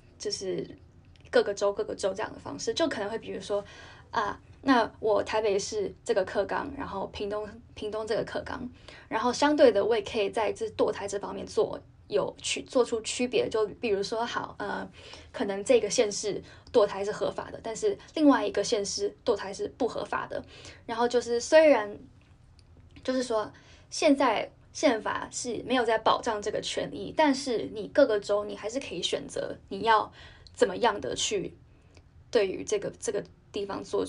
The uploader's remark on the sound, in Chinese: 本集節目暫由手機錄製，音質較差。